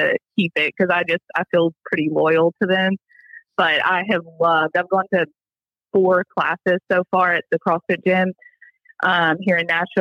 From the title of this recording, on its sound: Live Call In Show